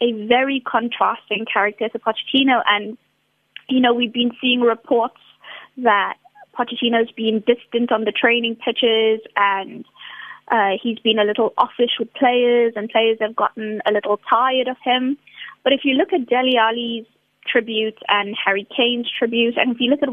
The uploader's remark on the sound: We are joined on the line